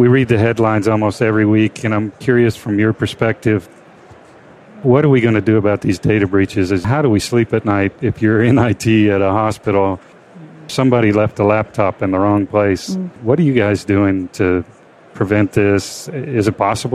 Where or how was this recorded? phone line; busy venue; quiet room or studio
busy venue